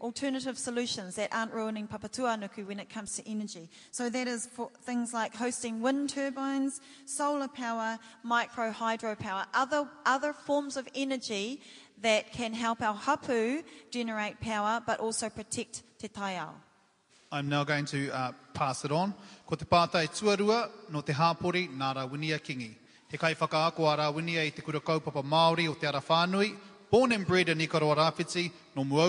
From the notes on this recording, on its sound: Part two of Ikaroa Rawhiti debate. Audience members put a few questions to the candidates.